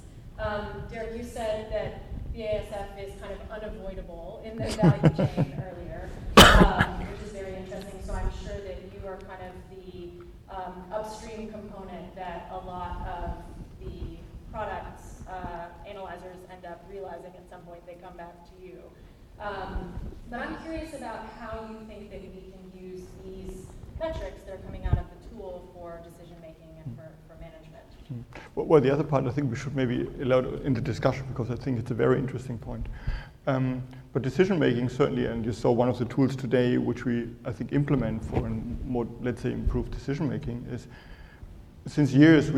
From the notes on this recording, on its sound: A discussion session based on the morning plenary presentation by the same title. Plenty of time devoted to Q&A with the audience.